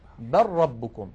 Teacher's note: نحول اللام إلى راء وندغم الراء في الراء